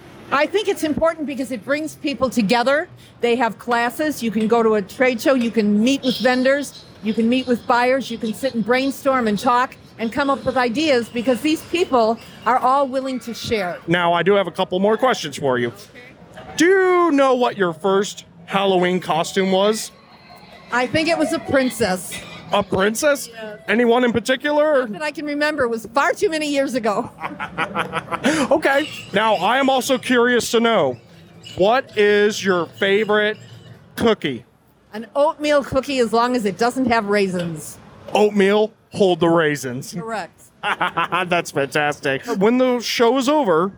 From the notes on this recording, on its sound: This interview was recorded during Transworld